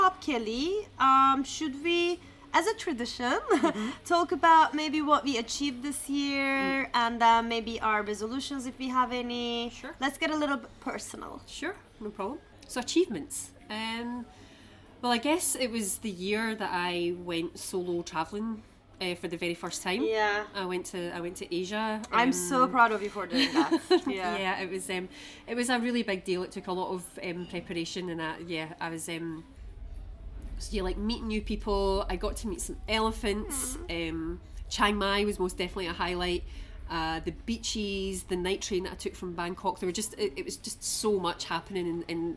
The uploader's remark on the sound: We recorded this episode on 10 December 2023, at Aux Vieux Châtelet. We recorded this episode on 10 December 2023, at Aux Vieux Châtelet.